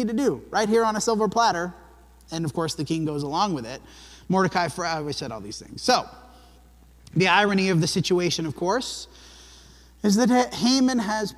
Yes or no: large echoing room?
yes